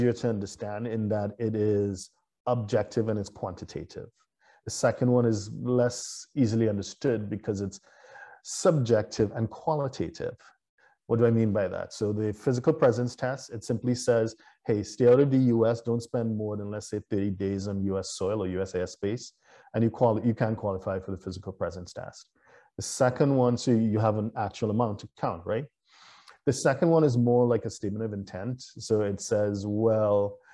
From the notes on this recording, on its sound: (LIVESTREAM). For those joining us on Zoom. What you guys have come to this, to this live stream, you have questions.